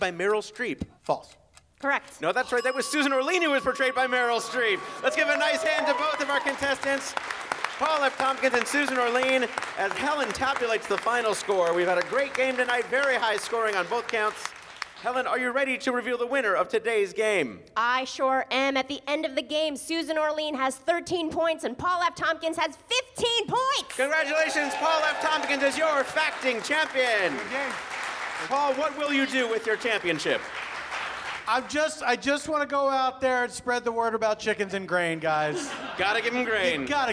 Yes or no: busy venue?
yes